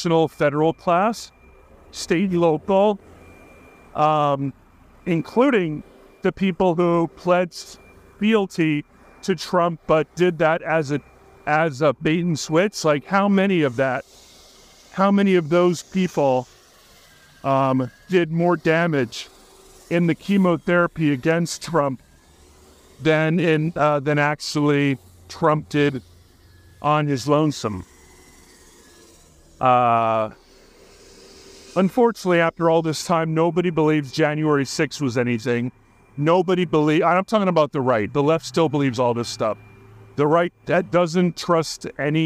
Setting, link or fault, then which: setting, outdoors